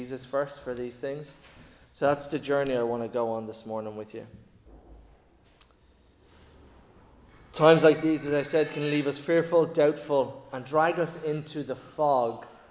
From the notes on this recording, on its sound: Recorded live in Liberty Church on 15 October 2023